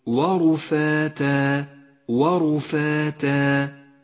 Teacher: اقرأ كلمة ورفاتا ورفاتا ولاحظ حرف الراء الذي لون بالأزرق الغامق لأنه مفخم، سبب تفخيمه أنه جاء مضموما. لاحظ الفاء المرققة والألف التي بعدها مرققة أيضا والتاء مرققة أيضا، فلا تخلط بين الترقيق والتفخيم وقل ورفاتا ورفاتا.